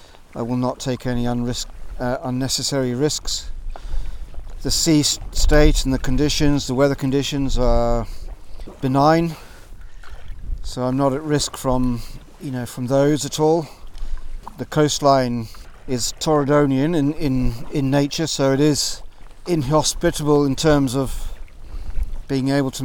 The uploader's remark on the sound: This episode was recorded live as I paddled out of Loch Torridon, on the north western coastline of Scotland.